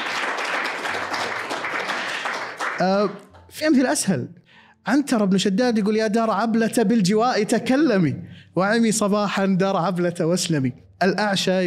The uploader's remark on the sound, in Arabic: هذه الحلقة سُجلت أمام الجمهور